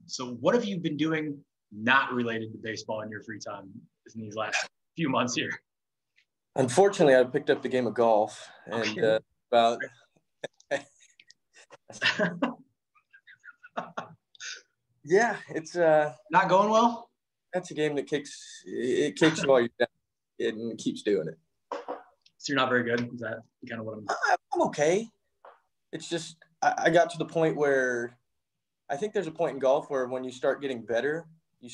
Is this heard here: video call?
yes